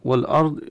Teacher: والأرض إظهار اللام عند الهمزة، لأن اللام التعريف إما أن تكون قمرية فتظهر اللام عند الحرف الذي بعده، وإما أن تكون شمسية فتدغم اللام في الحرف الذي بعده.